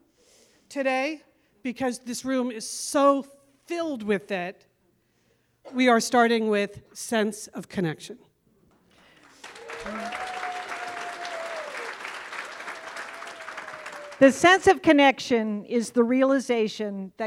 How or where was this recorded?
live audience